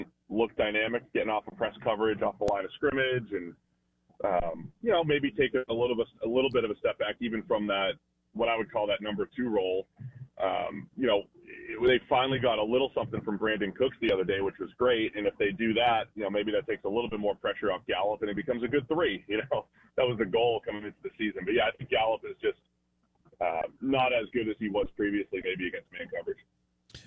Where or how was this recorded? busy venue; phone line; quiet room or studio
phone line